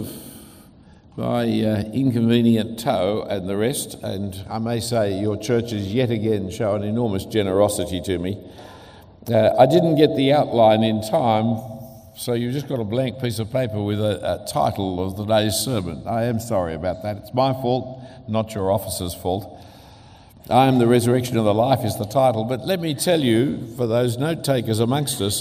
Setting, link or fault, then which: setting, large echoing room